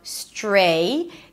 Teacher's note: You start with s, and then you move on to the TR. The TR sounds sort of like a ch sound. · IPA: ˈstreɪnʤər